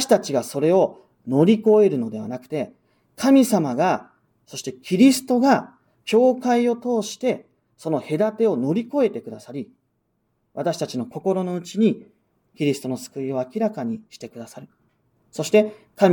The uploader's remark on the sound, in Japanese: 日本基督教団石山教会の主日礼拝説教音声です。